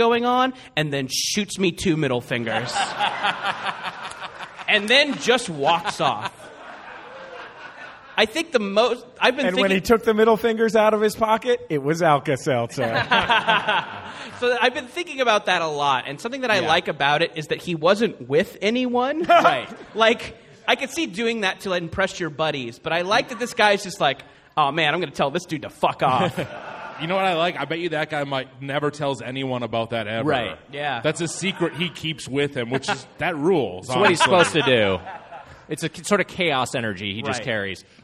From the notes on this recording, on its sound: On stage at the Angel City Brewery in a very hot room in downtown Los Angeles for the final show of the Summer Boys of Summer Tour.